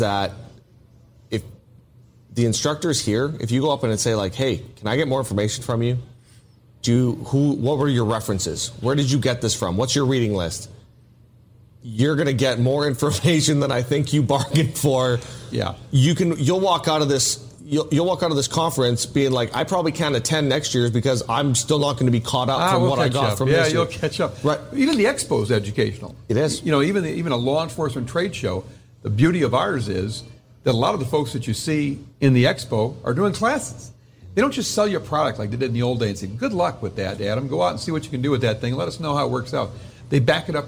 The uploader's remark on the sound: This was recorded live at the Ileta conference in St. Louis.